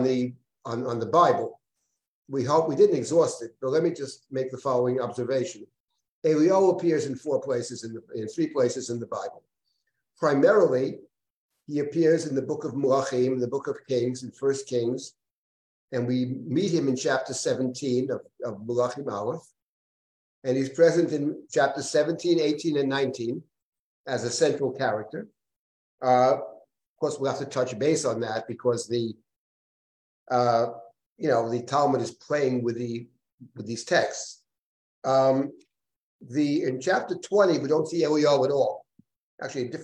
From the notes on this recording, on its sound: This audio was originally captured from Zoom